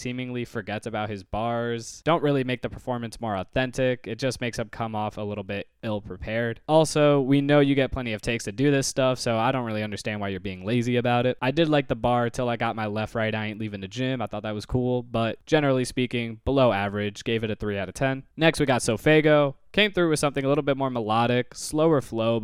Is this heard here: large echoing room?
no